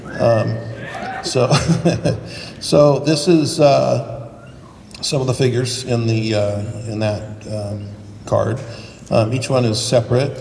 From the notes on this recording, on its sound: This episode contains excerpts from a panel recording from the inaugural Season’s Screamings event in Pasadena. Live on stage.